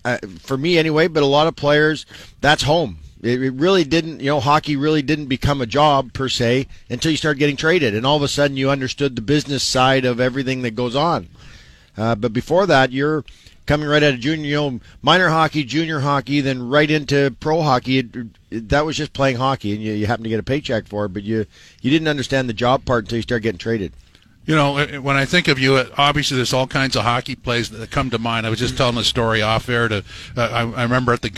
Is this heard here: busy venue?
yes